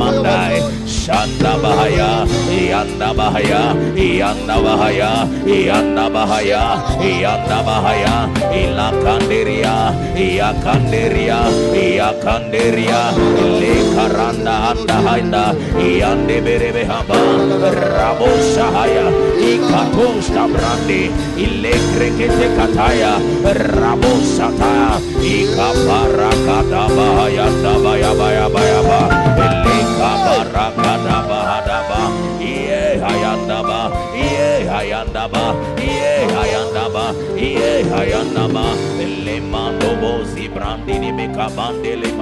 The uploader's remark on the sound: Preached at Ekklesia Chapel